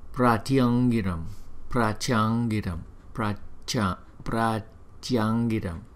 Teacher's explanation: chúng ta đọc bằng giọng mũi, cái mũi của chúng ta đó